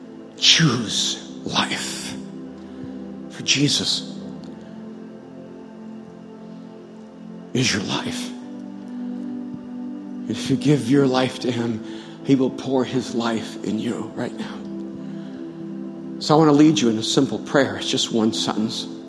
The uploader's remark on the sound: at Mosaic Hollywood, 09/30/2018 at the 8pm gathering